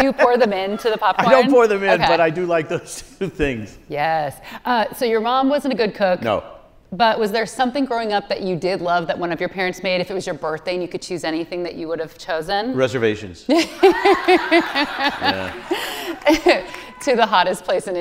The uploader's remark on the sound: on stage at Seattle's Crosscut Ideas Festival